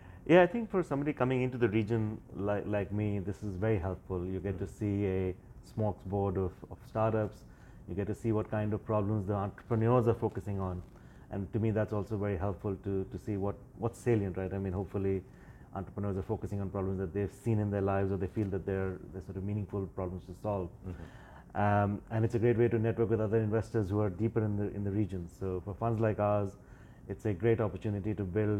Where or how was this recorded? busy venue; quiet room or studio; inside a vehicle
busy venue